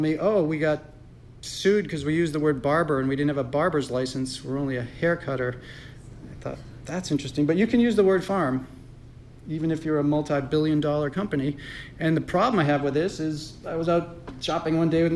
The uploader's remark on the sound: Keynote address from 2016 Farmer-to-Farmer Conference. WERU 89.9 FM Blue Hill, Maine.